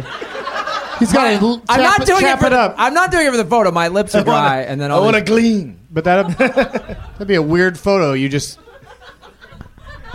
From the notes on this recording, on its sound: Recorded Monday, October 4, 2010 in front of a live audience at Zanies Comedy Club. In front of a live audience at Zanies Comedy Club with the help of The Onion's AV Club.